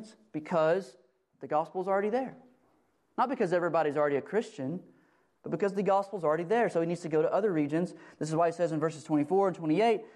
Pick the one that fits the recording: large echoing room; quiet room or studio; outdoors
large echoing room